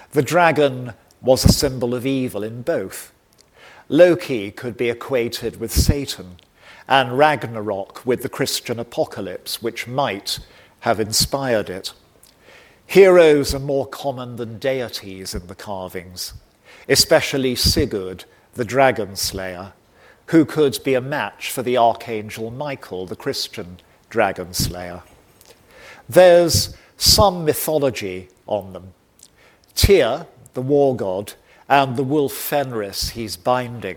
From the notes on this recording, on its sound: recorded on 8 March 2023 at David Game College, London